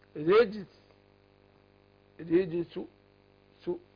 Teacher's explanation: لأن مفيش حرف مد إيه قبل الحرف الموقوف عليه، فأنا أقول سكون عارض بدون مد هي برضو رجسون، مضمومة برضو، هتبقى نفس الحكاية. سكون عارض بدون مد في ثلاث أوجه، السكون المحض مع حركتين، والروم على حركتين، والاشمام على حركتين